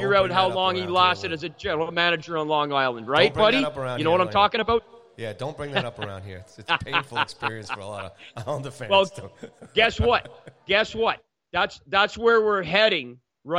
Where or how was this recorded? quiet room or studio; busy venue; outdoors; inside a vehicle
busy venue